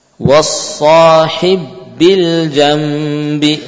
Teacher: Ba yang pertama di apa kan? Sukun, diganti harokatnya dengan sukun. Lalu diidghamkan ke ba.